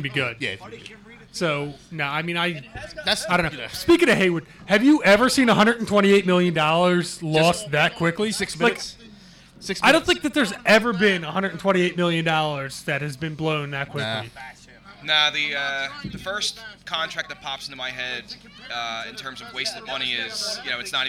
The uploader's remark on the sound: The gang is live from Naked Brewing Company.